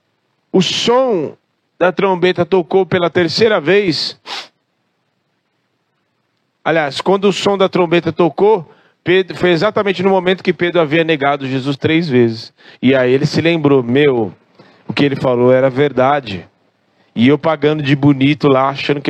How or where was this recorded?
large echoing room